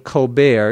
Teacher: He pronounces his name Colbert. You don't pronounce the T.